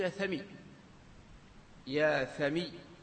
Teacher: فتقلب الواو ياء والضمة كسرة